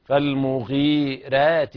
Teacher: هنا الراء تفخم عند كل القراء عدا ورش، فورش يرقق الراء هذه انفرد بها.